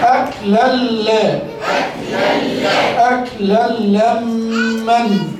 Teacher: تنوين بالفتح مضغم في اللام المفتوحة بغير غنة